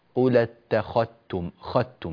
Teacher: فمن كان يقرأ بقراءة نافع سواء كان يقرأ بقالون أو بورش فعليه أن يدغم الذال في التاء، فبالتالي لا يعود هناك صوت للذال بالكلية. قل اتخذتم، خدتم من خاء إلى تاء مباشرة، نعم.